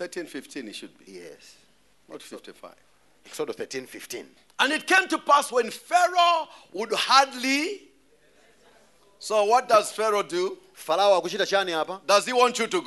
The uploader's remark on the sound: Preached at the Great Escape Sunday at Word Alive Blantyre City Church on 26th February 2023.